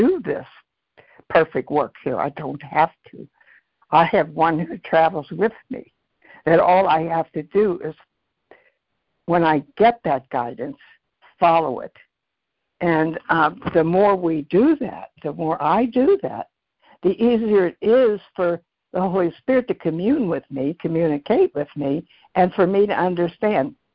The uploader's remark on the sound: ACIM Daily Conference Call